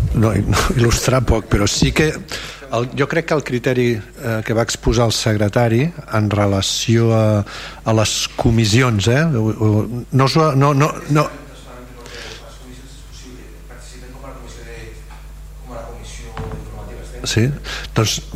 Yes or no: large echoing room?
yes